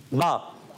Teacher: دونوں ہونٹوں کے تر حصے سے با